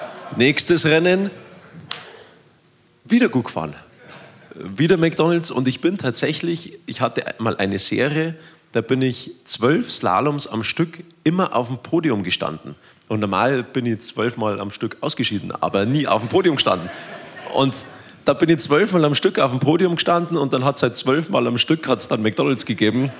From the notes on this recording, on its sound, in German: anlässlich der 100-Jahr-Feier von LOWA Platz auf der Live-Bühne genommen